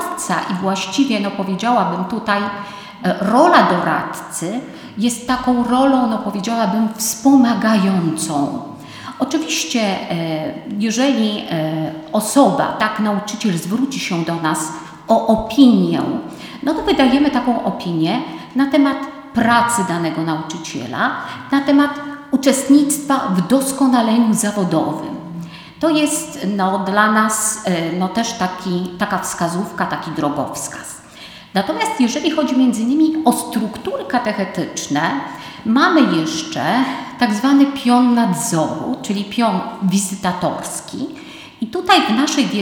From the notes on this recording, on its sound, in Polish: Nagranie pochodzi ze spotkania, które odbyło się 28 marca 2022 roku w Centrum Kultury Prawosławnej w Białymstoku w ramach cyklu Wszechnica Kultury Prawosławnej 2021/2022.